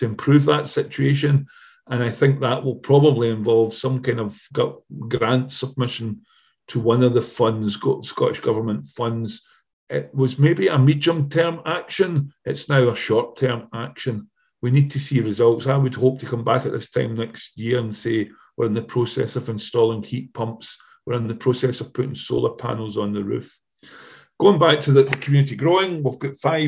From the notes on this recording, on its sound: Last autumn, I was joined on Zoom.